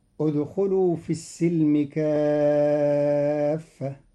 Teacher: قرأ قالون كلمة السلم بفتح السين، والفتح والكسر بمعنى واحد وهو الصلح، وقيل بالكسر السلام وبالفتح الصلح.